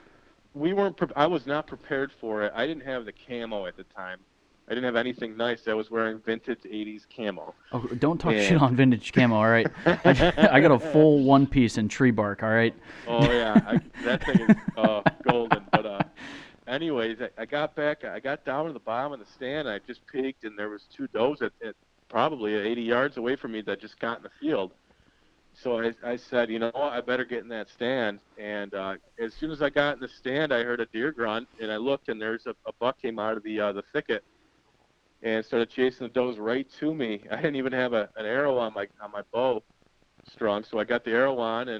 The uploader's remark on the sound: he sits down with us via phone